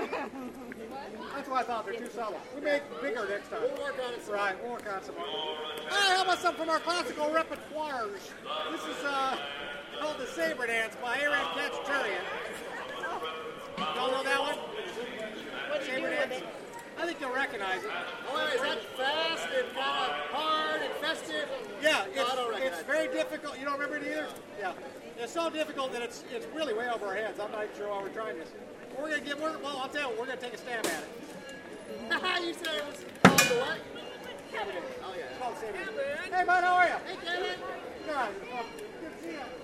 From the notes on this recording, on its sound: Live from Disneyland.